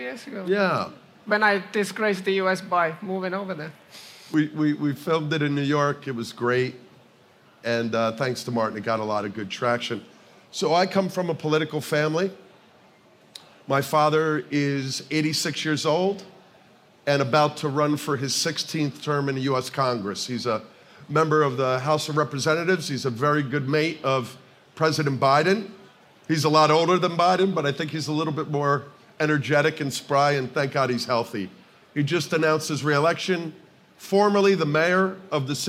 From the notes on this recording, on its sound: The two joined forces at SBC Summit Barcelona for a live version of The Safe Bet Show.